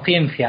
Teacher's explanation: Cuando vemos IA, en castellano, habitualmente solemos pronunciarlo como un diptongo